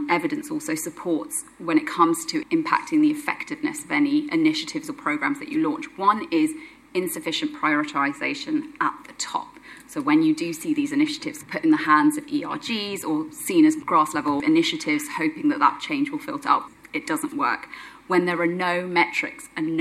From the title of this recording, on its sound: LIVE from IMN